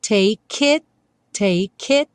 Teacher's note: Don't take, don't take. O take já vai juntar com it